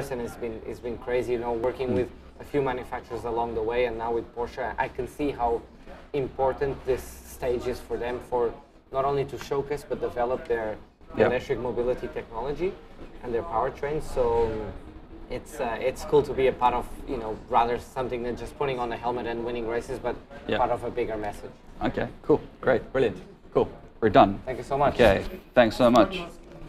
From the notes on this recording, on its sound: Enjoy the chat and background sounds of Long street in the CBD.